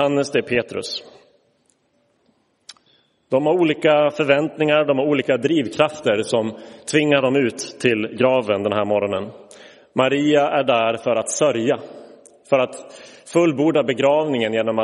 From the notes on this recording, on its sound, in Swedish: Inspelad i Roseniuskyrkan den 9 april 2023.